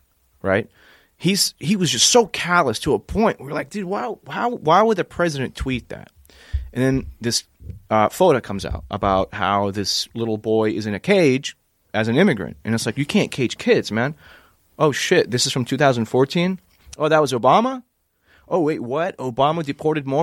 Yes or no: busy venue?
no